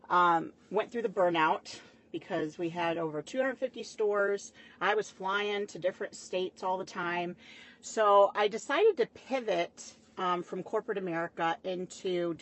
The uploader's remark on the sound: We may or may not have recorded this in my Truck, In her drive way, drinking a glass of red.